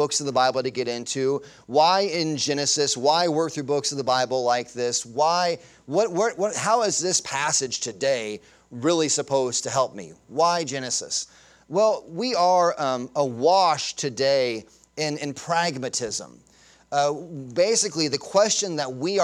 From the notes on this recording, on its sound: Sunday Morning Sermon Audio.